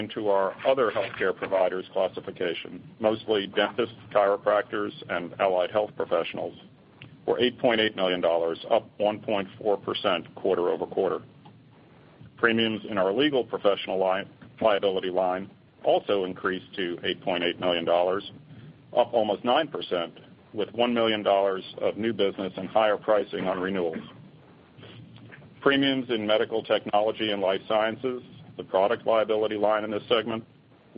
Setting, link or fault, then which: link, phone line